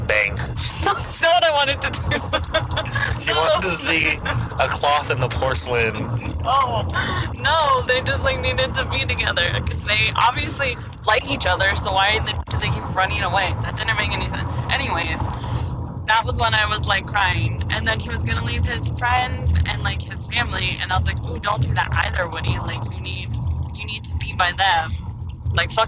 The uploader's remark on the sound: Recorded while driving on the freeway, so there's a ton of feedback in the first half of the episode, but levels out later on.